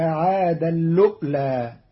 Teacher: قرأ قالون كلمتي عادا الأولى بإدغام التنوين في اللام مع همز محقق ساكن، فتصير وأنه أهلك عادا اللؤلى في لغة بعض العرب.